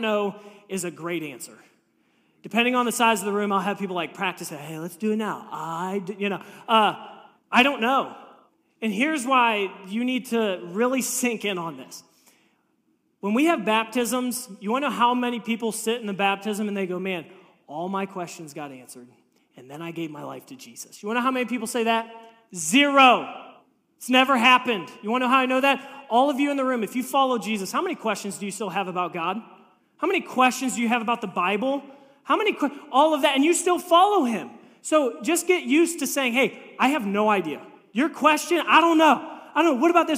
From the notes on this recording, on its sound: This message was preached on March 26, 2023 at FIVE39 Church.